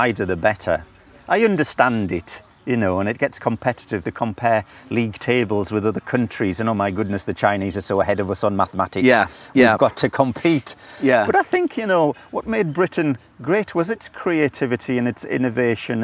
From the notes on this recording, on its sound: This is a Mavericks Podcast Special Edition from the July 2017 DO Lectures in West Wales. A number of DO attendees as well as featuring some bits of my own talk at the event.